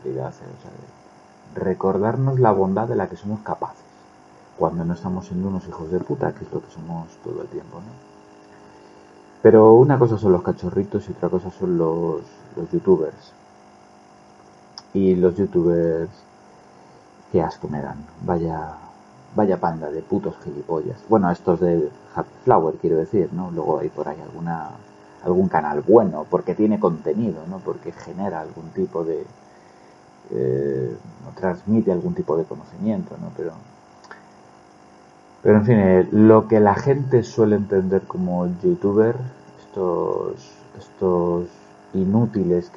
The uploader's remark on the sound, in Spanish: Una reflexión improvisada, hecha sobre la marcha, con una calidad de sonido vergonzosa.